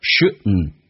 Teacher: 因为 shouldn't d n 组合 d 可以不用发音，气流阻塞一下变成 shouldn't